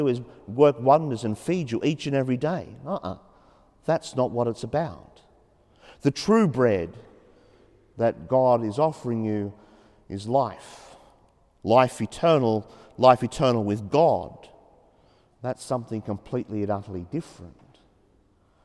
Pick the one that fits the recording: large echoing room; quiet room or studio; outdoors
large echoing room